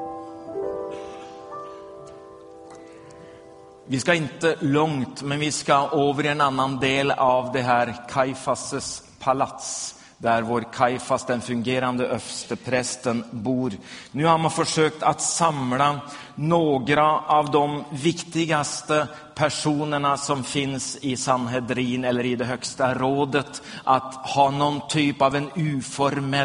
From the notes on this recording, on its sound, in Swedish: Inspelad i Smyrnakyrkan, Göteborg 2011-04-22.